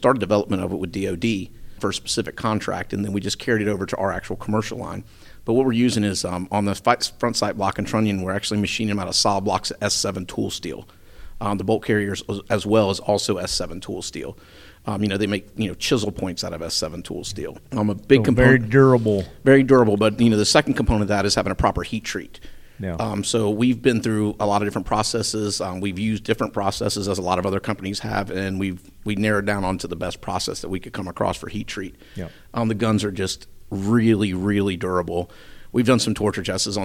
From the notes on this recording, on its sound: On location at Royal Range USA. On location at Royal Range USA.